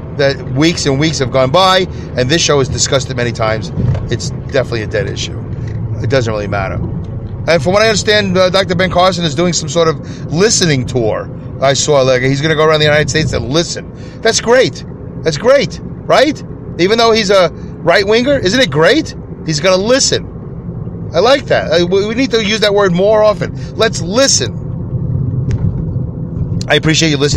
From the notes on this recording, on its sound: Listen as I record my show from my car as I drive to and from work.